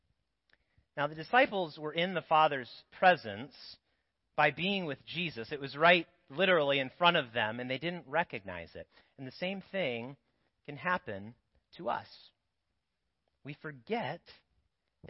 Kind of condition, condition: setting, large echoing room